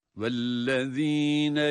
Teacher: Zel harfinin çıkışı biliyorsunuz, dil ucunu üst ön dişlerin başına değdirip dil ucunu çok az dışarı çıkaracak şekilde.